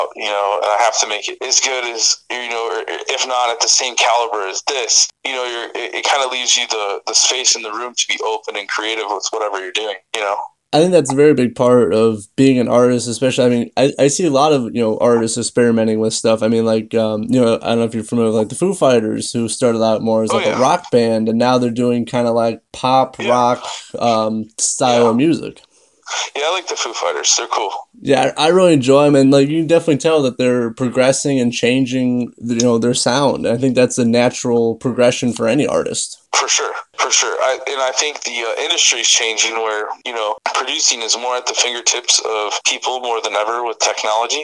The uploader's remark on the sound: Phone interview.